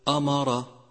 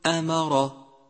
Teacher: ثالثا هو حرف مستفل، الهمزة حرف مستفل أي ينضغط أقصى اللسان والصوت عند خروجها إلى قاع الفم · Shown in: second take · Term: مرقق